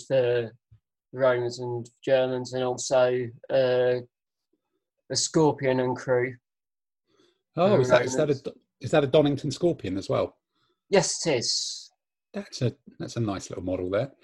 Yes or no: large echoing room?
no